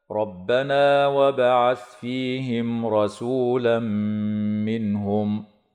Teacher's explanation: فضيلة الشيخ، قوله تعالى ربنا وبعث فيهم رسولا، تفخم الراء وصلا ووقفا لكونها مفتوحة، وتمد الألف بعد النون، وكذا الياء بعد الفاء والواو بعد السين من قبيل المد الطبيعي وصلا ووقفا هكذا. ربنا وبعث فيهم رسولا منهم.